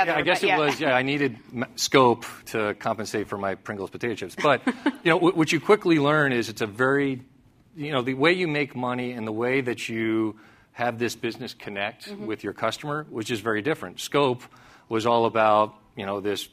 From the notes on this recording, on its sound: At CNBC’s “Evolve” conference.